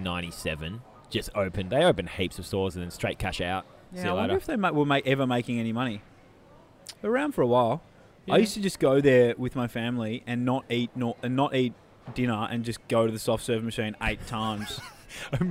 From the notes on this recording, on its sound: We did a 'lil bit of recording at Melbourne Airport prior to us flying to Sydney